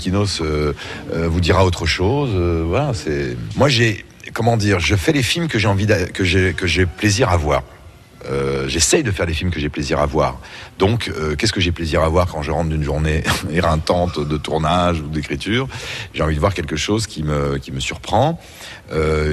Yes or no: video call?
no